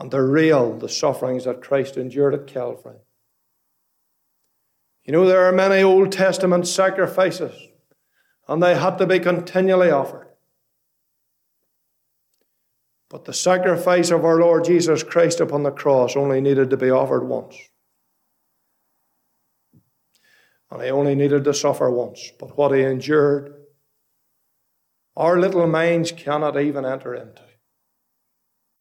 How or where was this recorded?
large echoing room